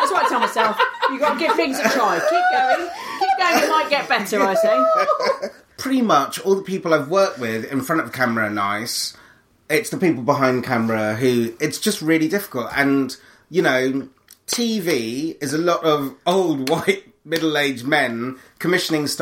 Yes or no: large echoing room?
no